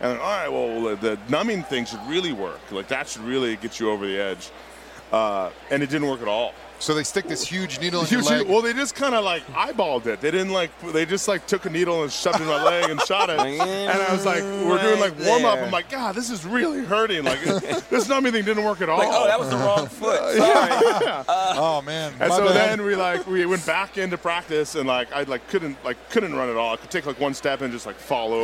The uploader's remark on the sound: live from Radio Row in Minnesota